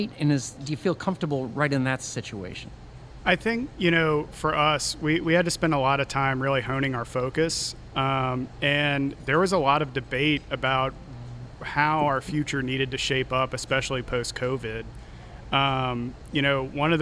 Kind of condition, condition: setting, busy venue